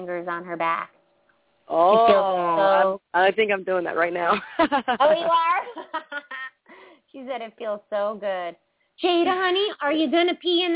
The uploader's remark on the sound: open up the lines for listeners to call